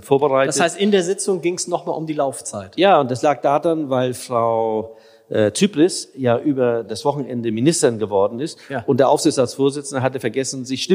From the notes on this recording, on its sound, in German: live im großen Festsaal des Hotel Grand Elysee